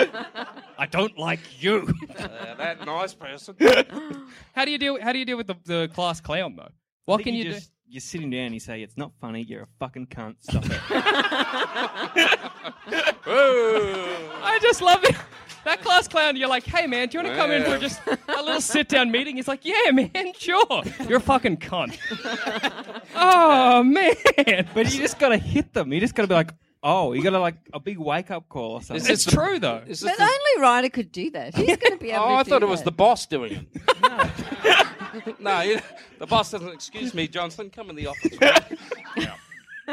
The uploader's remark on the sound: Live from Fringe! Live at Fringe.